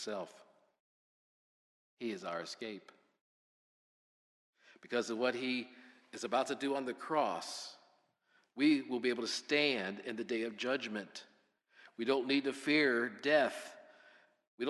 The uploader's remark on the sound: This is a sermon recorded at the Lebanon Bible Fellowship Church in Lebanon, PA on 04/15/2022 during the Good Friday Service. Five guest pastors associated with the Lebanon Bible Fellowship Church spoke.